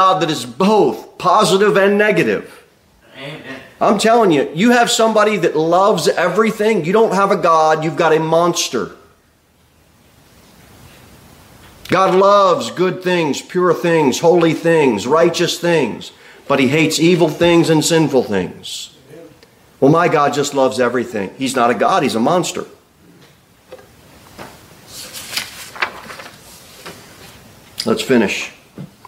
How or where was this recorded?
large echoing room